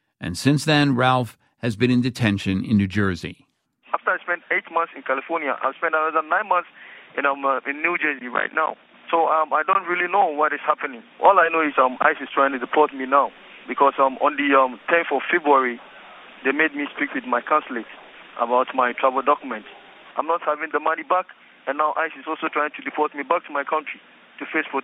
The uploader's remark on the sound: “I don't really know what is happening,” he says from a scratchy phone line inside the detention center. He says as an automated recording from the prison cuts between his words.